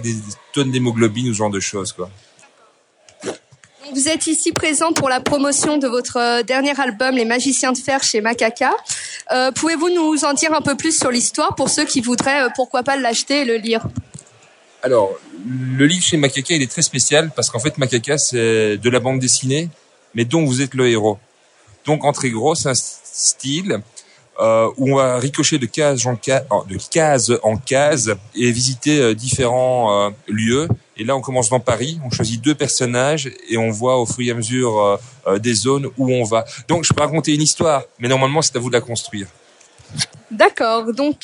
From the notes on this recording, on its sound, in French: Bonus Micro-trottoir par Radio Darnétal Jeunes 2.0. Petit bonus à notre épisode sur le festival NormandieBulle avec le micro-trottoir des jeunes de Darnétal, venus s'exercer à nos côtés.